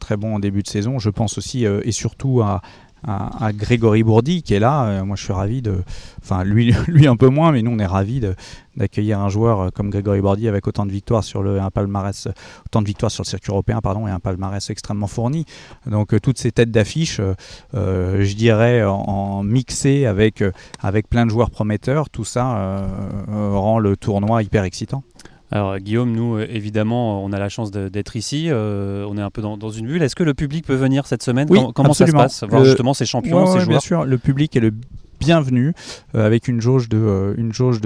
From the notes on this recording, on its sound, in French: direction le Vaudreuil Golf Challenge pour une émission en direct du golf normand